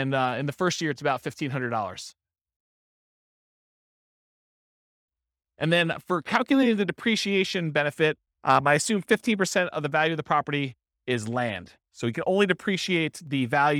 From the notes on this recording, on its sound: This was a live class recorded